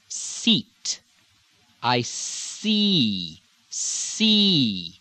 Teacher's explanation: The standard American E is almost a diphthong. You almost hear it twice.